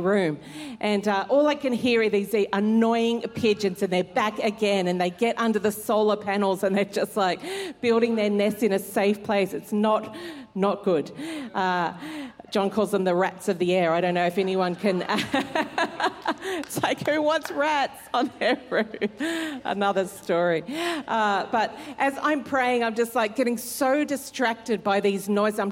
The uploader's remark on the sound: Recorded during our 9am service on Sunday, the 16th of July 2023.